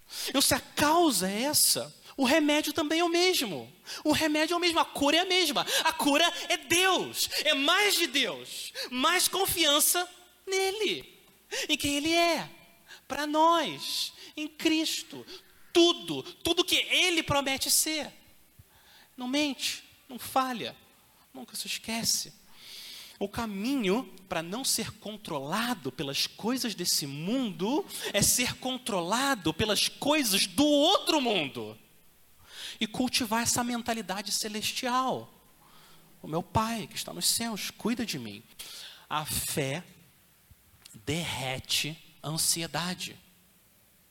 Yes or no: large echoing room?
yes